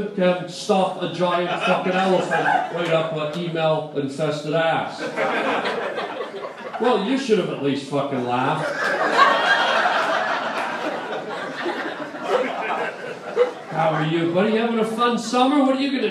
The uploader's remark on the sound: LIVE on the Sunset Strip - Stand Up!